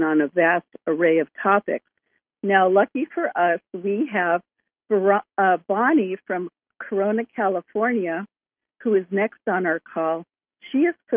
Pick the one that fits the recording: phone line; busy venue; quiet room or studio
phone line